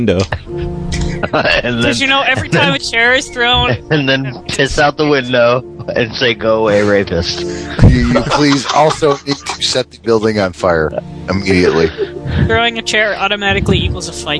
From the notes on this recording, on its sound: RBCP's Personal Prank Phone Calls Collection